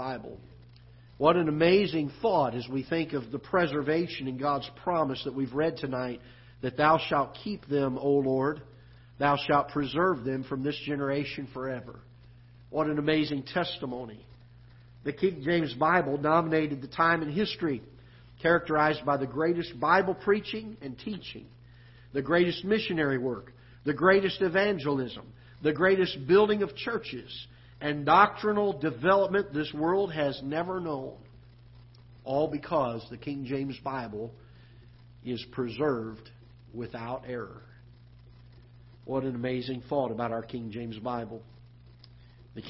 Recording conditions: large echoing room